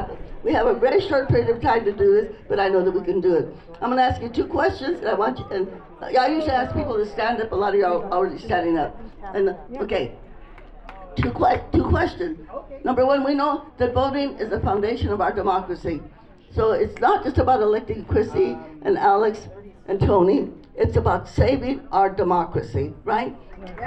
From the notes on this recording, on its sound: take you live from the field at last weekend’s canvass and rally